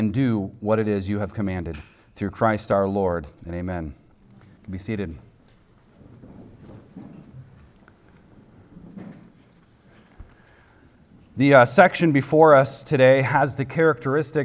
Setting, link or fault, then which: setting, live audience